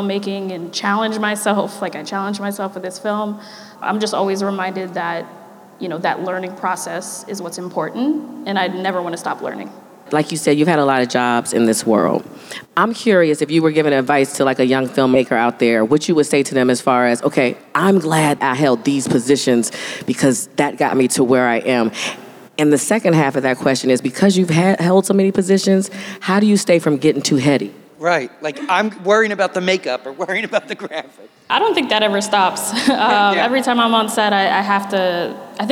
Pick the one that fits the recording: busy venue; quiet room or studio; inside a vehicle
busy venue